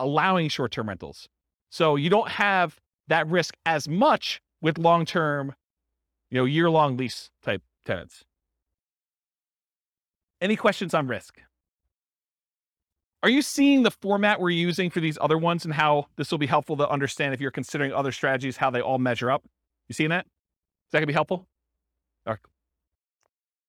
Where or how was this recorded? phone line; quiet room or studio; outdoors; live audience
live audience